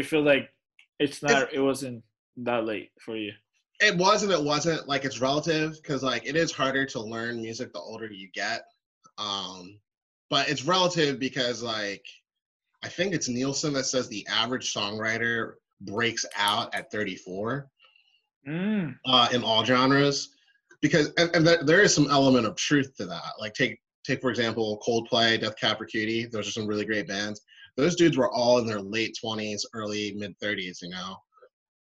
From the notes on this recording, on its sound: This episode was done over a Zoom call